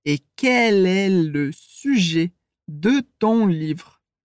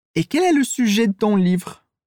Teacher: Se eu falar bem devagar, eu vou dizer E quel est le sujet de ton livre? Mas quando a gente fala rápido, o le de le sujet e de ton livre, a gente corta esse E do final · Shown in: second take · e fica Quel est le sujet de ton livre?